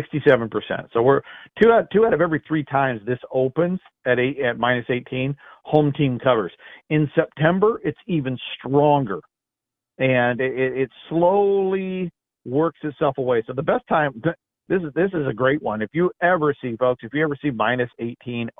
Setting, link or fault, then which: link, phone line